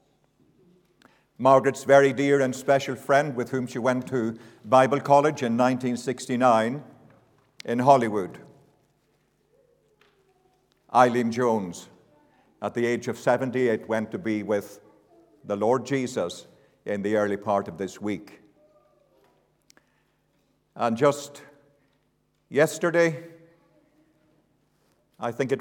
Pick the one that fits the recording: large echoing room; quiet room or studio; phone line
large echoing room